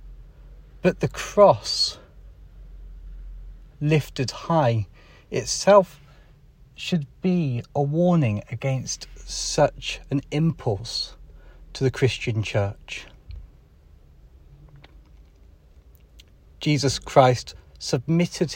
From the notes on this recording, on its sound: Holy Cross Day Live… from the car!